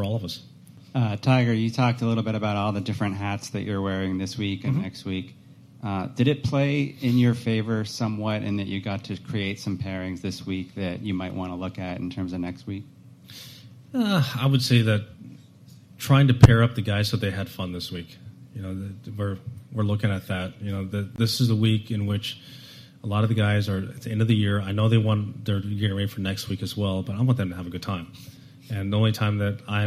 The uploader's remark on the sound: Live from PNC Father Son. Broadcasts live from the PNC Father Son Challenge.